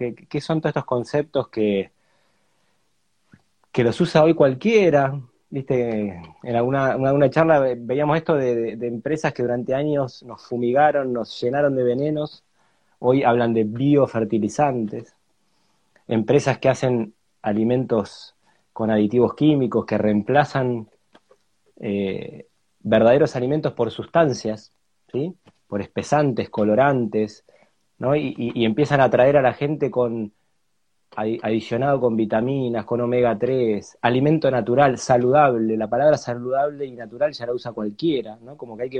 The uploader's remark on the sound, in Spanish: charla en vivo por Instagram